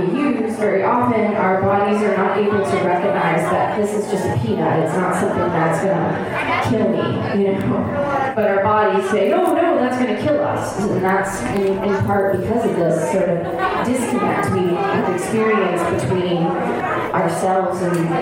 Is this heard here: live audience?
yes